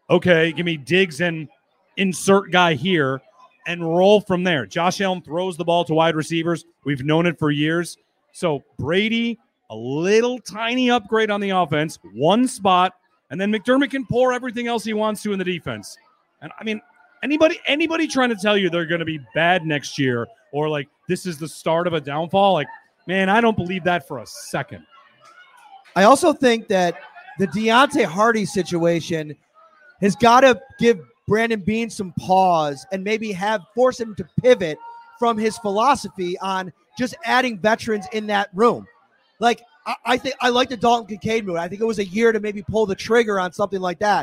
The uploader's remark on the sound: Live from Wingnutz at 700 Military Rd. Come out to Wingnutz North Buffalo for "SHOUT!" Live on Saturday night. They'll host a live edition of the podcast and chat with everyone before and after the show.